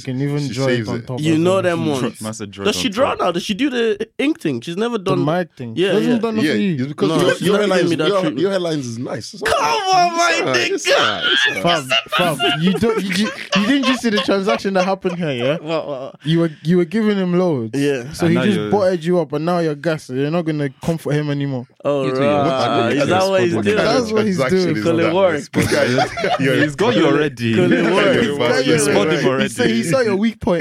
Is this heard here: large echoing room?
no